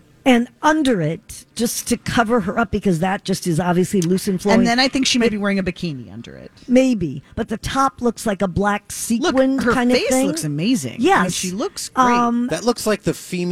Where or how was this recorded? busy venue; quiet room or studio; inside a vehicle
busy venue